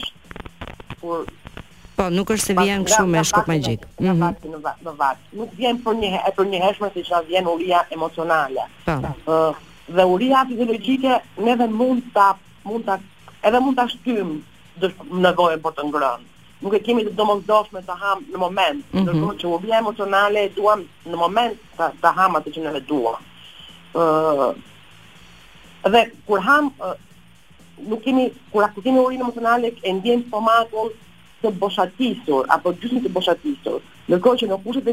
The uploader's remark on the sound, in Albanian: Nëpërmjet një lidhje telefonike për “Live From Tirana”.